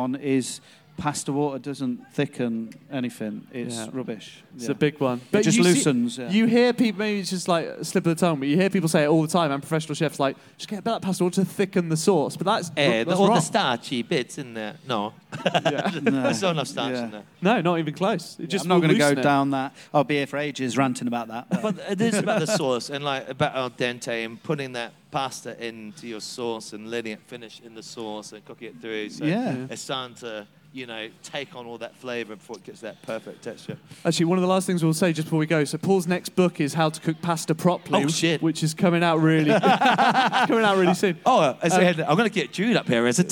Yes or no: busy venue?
yes